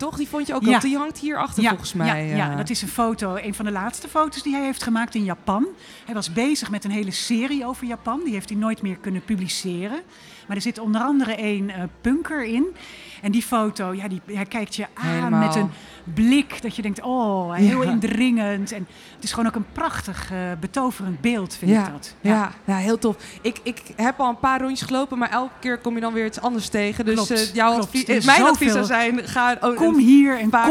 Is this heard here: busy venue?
yes